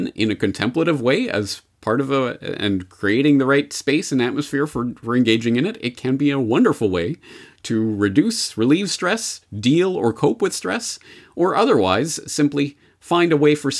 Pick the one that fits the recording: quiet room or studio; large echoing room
quiet room or studio